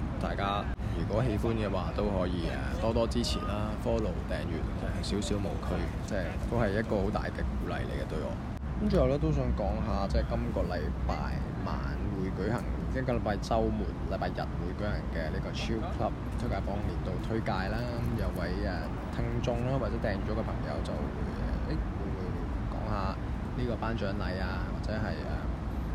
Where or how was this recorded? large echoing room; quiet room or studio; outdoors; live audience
outdoors